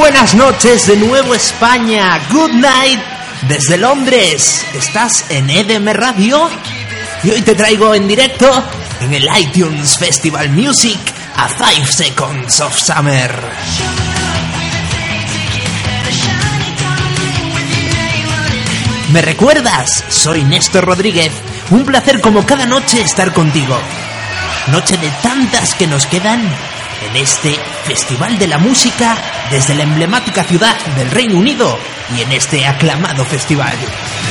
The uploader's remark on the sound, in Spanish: retrasmitiendo en directo desde Londres